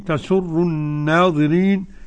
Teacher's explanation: لام شمسية مدغمة والنون حرف غنة مشدد ممدودة مد طبيعي والوقف مد عرض سكون.